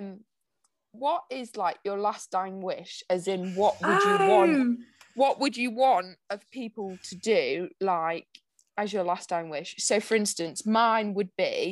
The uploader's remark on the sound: As promised heres the mid week upload containing the highlights from the zoom call.